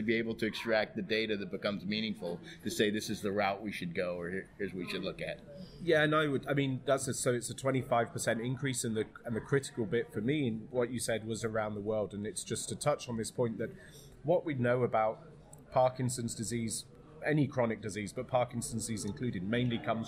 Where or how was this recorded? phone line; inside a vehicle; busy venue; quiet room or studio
busy venue